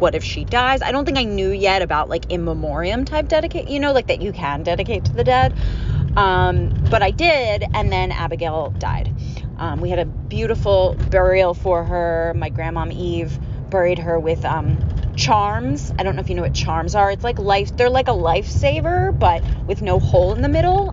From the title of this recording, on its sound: grieving alone in my car